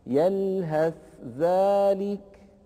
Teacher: التقى هنا حرفان متجانسان وليسا متقاربين، فإن الثاء والذال من مخرج واحد · Term: الإظهار